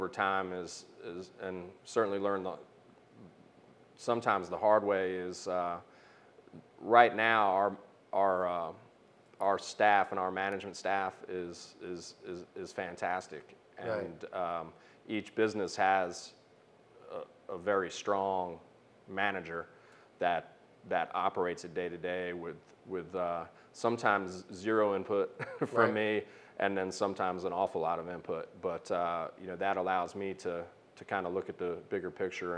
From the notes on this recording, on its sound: on location at Hoots Roller Bar and Beer Co.